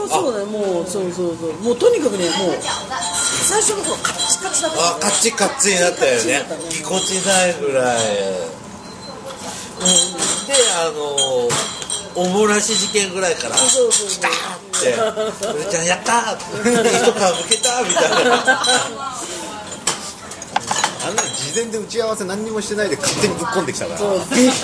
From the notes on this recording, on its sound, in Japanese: 四十路と三十路の二時間ほどの呑み会を、大胆にほぼほぼカットせず、まったりとだらだらと、リアルな雑音混じりの『今日くも』オフ会トーク。生々しいお開き感もお送りする２０分なので。